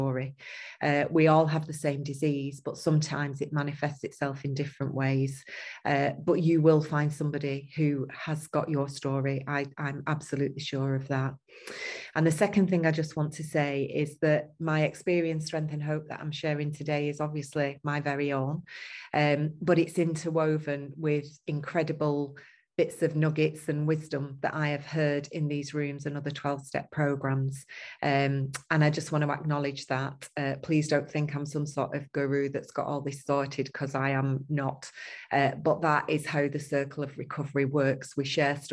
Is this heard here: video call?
yes